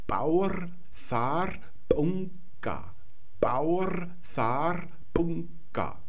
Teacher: Und hier hinten das G, das ist mit dem K umgeschrieben. Man spricht also das B, zweimal kommt das hier vor, und das G stimmlos aus, also wie P und K. · Das ist hier nicht so, sondern es klingt wie eine zerplatzende Seifenblase. Es ist nur das Geräusch zu hören, wo die beiden Lippen auseinandergehen